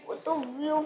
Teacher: عین کو ہم حلق کے درمیان والے حصے سے پڑھتے ہیں ٹھیک ہے تو عین کی ادائیگی آپ نے واضح کرنی ہے